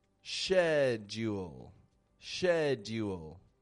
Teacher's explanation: the British accent will make a little bit more of a sh